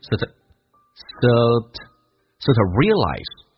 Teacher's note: 同时 to 加快速度有弱化现象，可以说成一个 t 这个发音